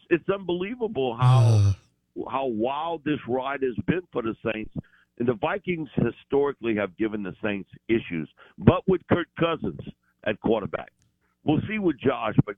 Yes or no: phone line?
yes